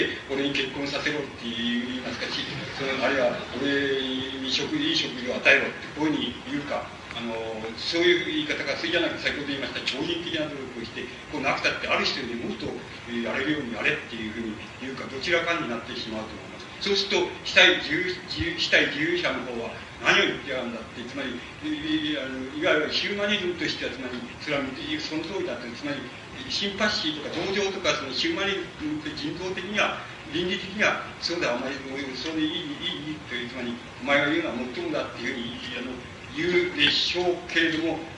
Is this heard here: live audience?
yes